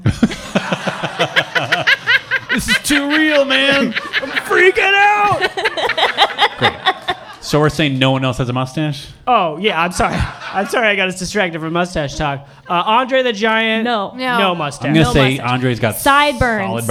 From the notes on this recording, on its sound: Live from Trylon Cinema in Minneapolis in front of a live audience!